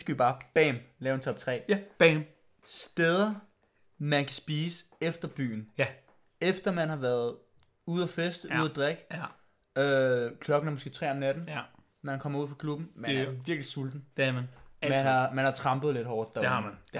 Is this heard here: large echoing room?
no